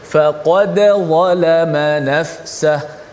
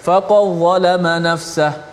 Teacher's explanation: dal mati bertemu dengan dha pun kita baca secara izhar · Shown in: first take · faqad dalla dal tu mesti dijelaskan mati bunyi secara izhar mati